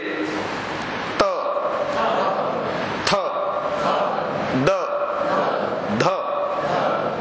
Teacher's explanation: जुबान मसूड़ा और दंत इनके मूल में जाके टकराती है इन वर्णों के उच्चारण।